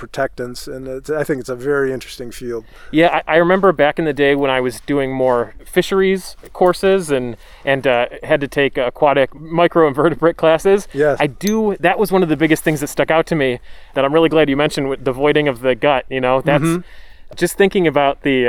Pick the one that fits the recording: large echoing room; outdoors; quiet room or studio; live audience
outdoors